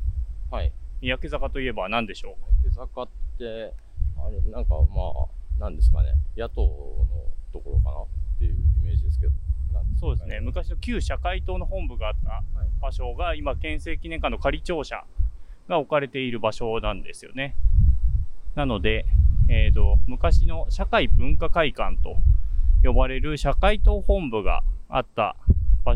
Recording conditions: wind noise